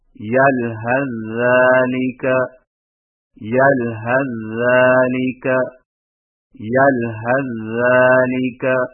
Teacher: سا کو زال میں داخل کر کے ایک مشدد زال سے پڑھیں